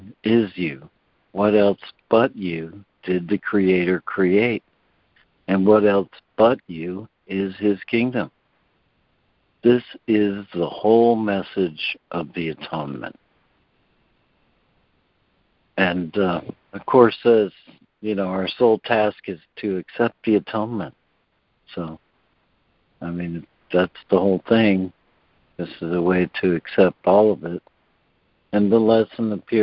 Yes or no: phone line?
yes